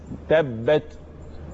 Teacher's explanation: جريان نفس تبت اسمه همس